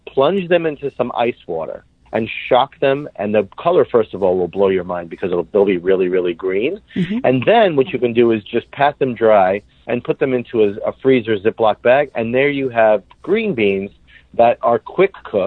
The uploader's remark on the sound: Had a Kitchen Chat by phone in our respective kitchens. How odd this felt not to actually be in person recording.